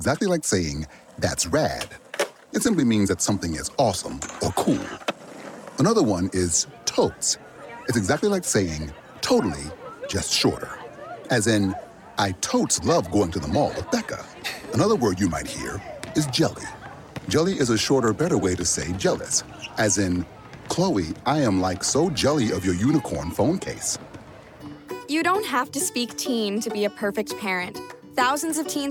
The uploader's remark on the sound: Talking SAF and Markets at Commodity Classic. During Commodity Classic in Houston, TX.